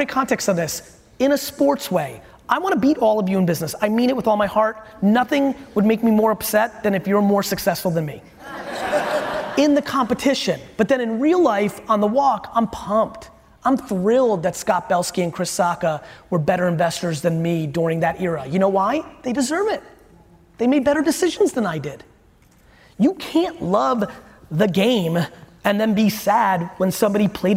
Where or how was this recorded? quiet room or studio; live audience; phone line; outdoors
live audience